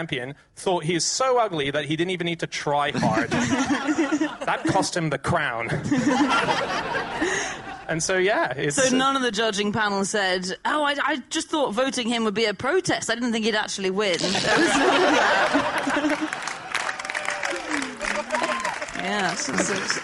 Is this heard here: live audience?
yes